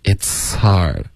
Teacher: 所以这个 it's 跟 hard 会直接连着发 It's hard.这个 h 的音就有一点听不见了